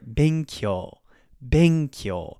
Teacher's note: be is lower, kyo is higher